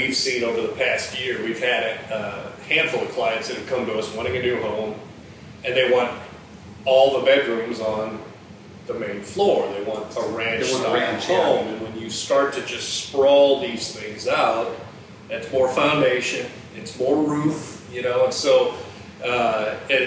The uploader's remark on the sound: to host a live discussion and take questions